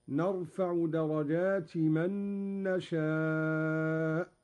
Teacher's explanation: قرأ قالون درجات بغير تنوين على الإضافة هكذا: نرفع درجات من نشاء على إضافة درجات إلى من.